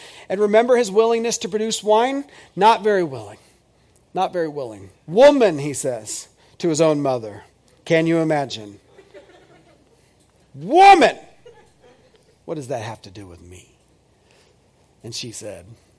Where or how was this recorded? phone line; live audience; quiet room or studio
live audience